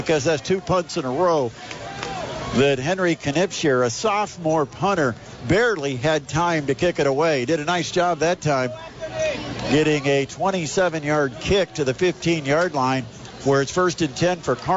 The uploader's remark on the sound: bring all of the action live from Homestead High School